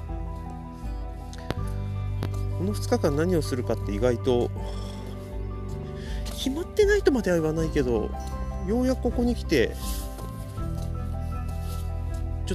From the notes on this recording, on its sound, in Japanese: 富山をのんびり歩きながらしゃべってみました。